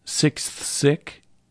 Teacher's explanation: Sixth sick has four in a row, k, s, th, s, since an x is really k plus s. · Term: clusters